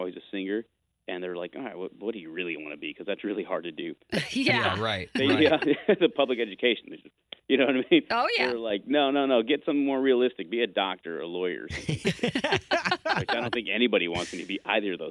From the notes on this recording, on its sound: called